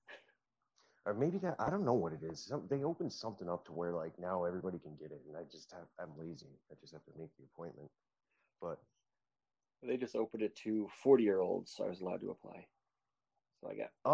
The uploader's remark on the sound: This episode will sound a bit different. I am recording remotely with a friend back home.